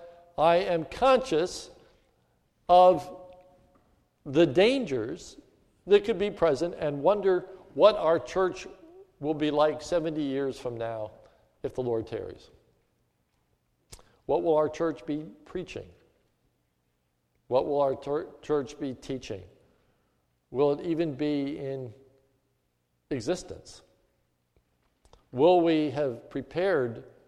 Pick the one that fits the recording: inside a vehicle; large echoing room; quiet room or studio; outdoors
large echoing room